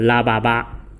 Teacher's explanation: 邦字的后鼻音容易脱落，就容易变成就拉巴巴